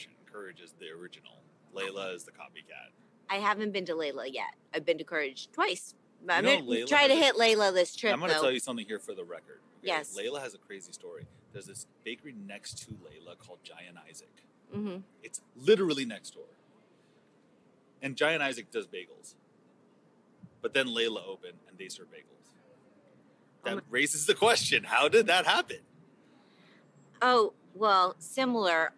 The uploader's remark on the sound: “On the Road” at the LA Chef Conference 2023